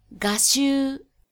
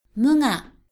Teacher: 有声爆破音 g，如果不位于词头，往往会被替换成后鼻音 · Shown in: second take · ng ga gi gu gego，分别变成 nga ni ngu ngengo。比如日本是 nihon，语言的语字则念作 go，日本语连在一起不念 Nihongo，而念 Nihongo。 Nihongo 把后鼻音放在元音前面，这在中国的方言中也并不少见。比如武汉人把小孩叫做小牙，又如粤语中的我，我问我，问我欢呼声有几多，问我悲哭声有几多，我如何能够一一去数清楚，问我点解会高兴，究竟点解要苦楚，我笑住回答讲一声我是我，笑住回答讲一声我是我，笑住 · Term: 鼻浊